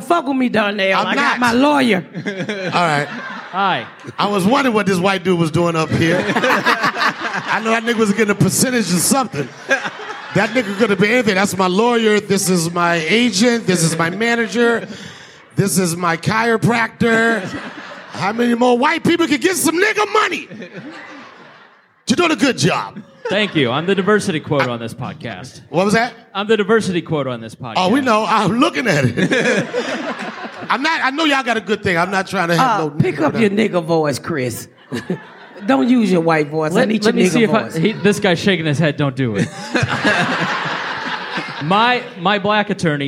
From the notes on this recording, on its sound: Recap Live. Joining us live on the stage.